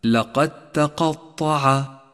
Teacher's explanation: أخيرا لاحظ الإدغام المتجانس عند قوله تعالى لقد تقطع، لقد تقطع، يشترك حرف الدال مع حرف التاء بنفس المخرج ويختلفان ببعض الصفات، لذلك هو إدغام متجانس. والواجب هنا أن يسقط حرف الدال من اللفظ وأن تشدد التاء التي بعده، وذلك في حالة الوصل، أي هكذا لقد تقطع.